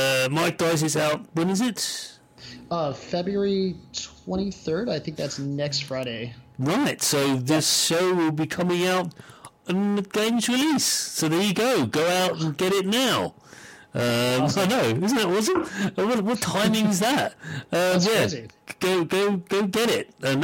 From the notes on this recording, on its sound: Due to an audio fault this episode has a significant amount of distortion. Attempts have been made to repair it to no avail, listen with caution.